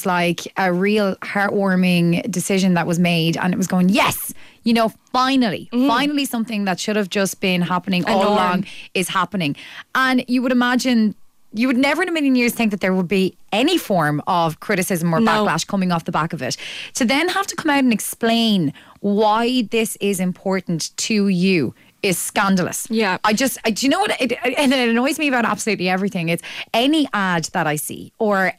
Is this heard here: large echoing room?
no